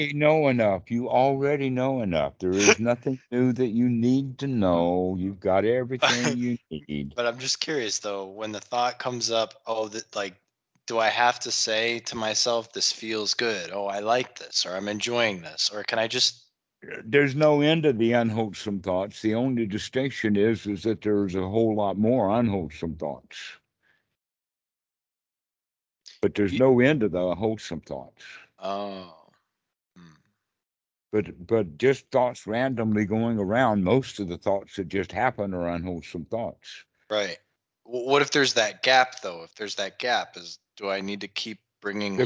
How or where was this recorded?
video call